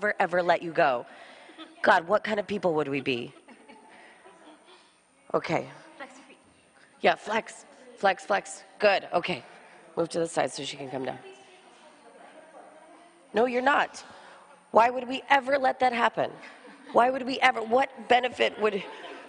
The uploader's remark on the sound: This jivamukti yoga open level class was recorded at Jivamukti Jersey City